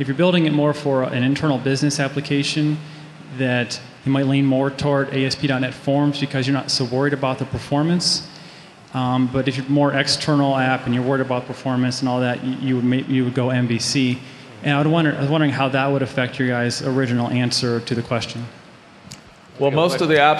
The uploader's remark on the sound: A panel discussion at DevConnections in Las Vegas. Handles questions from the audience.